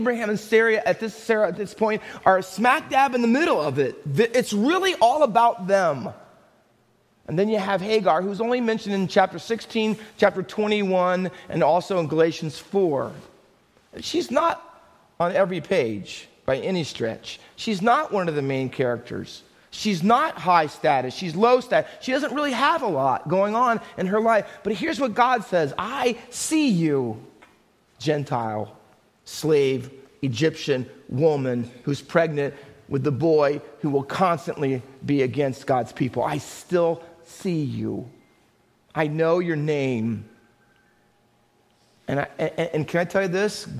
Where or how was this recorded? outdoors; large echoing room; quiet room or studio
large echoing room